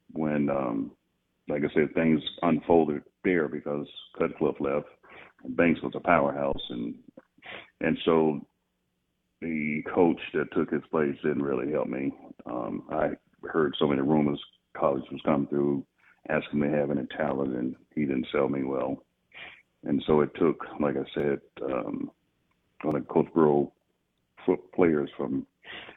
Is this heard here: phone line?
yes